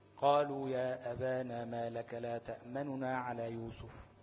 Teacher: هتجيب الضمة بتاعت النون بس بسرعة، يعني حتة من الضمة مش كلها. ده الرو، الرو من الاتيان بجزء من الحركة، ثلثي حركة أو على حسب ما هم قدروها يعني.